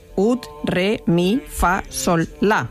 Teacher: La nota ut terminaba en una consonante sorda, la letra T, lo que la hacía tosca, cerrada y muy difícil de vocalizar para los cantantes.